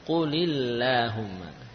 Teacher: kalau ada kata kul sebelumnya sehingga lamnya jadi kasrah, maka lam pada Allahumma jadi tipis